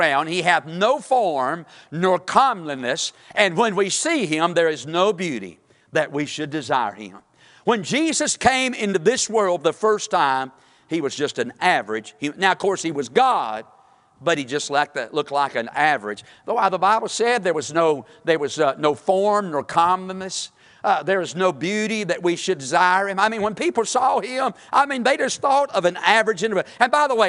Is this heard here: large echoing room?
yes